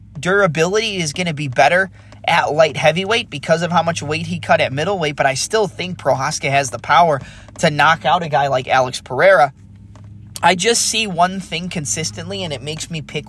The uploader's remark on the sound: Had to record this off my phone, so sorry for any audio inconsistencies